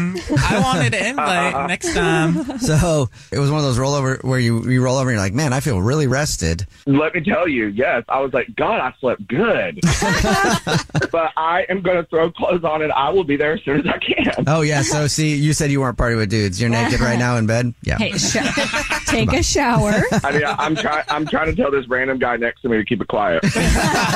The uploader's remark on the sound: The woman on the phone.